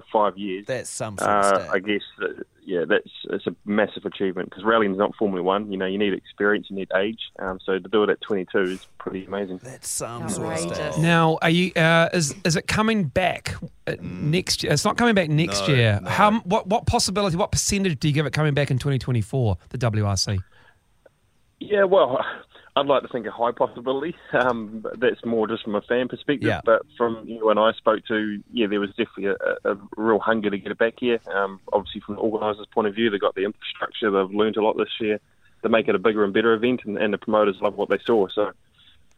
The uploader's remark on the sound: We are joined on the phone